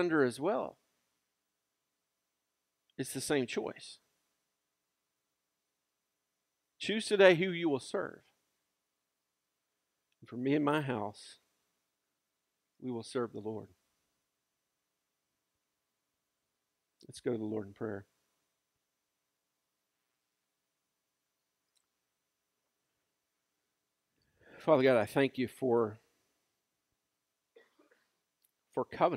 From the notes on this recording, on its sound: Recorded live at Freedom Fellowship Church in Tontitown, Arkansas on Sunday, September 6, 2020.